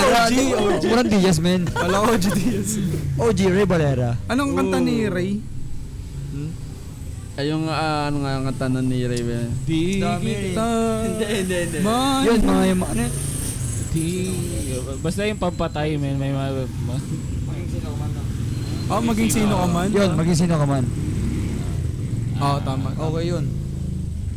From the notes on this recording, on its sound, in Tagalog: Recording na along the hi-way haha!